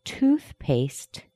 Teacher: Toothpaste has the primary stress on the first word, tooth, and paste is a secondary stress.